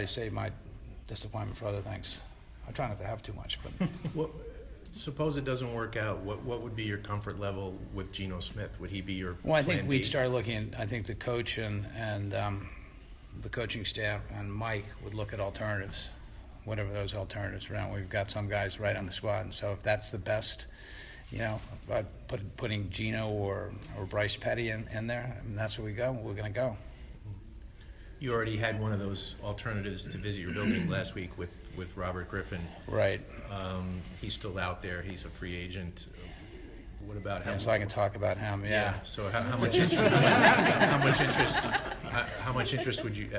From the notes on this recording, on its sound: News Conference at NFL Owners Meetings. Addresses the Media in Boca Raton, FL.